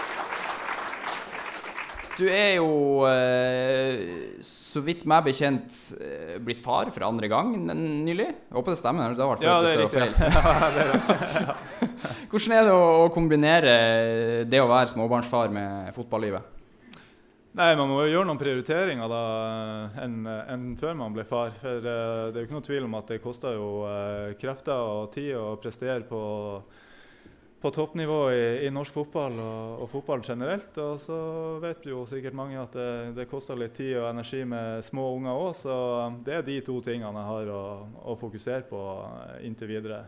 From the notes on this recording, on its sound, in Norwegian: Kick Off LIVE fra Sinus i Bodø. Tusen takk til dere som tok turen til Sinus.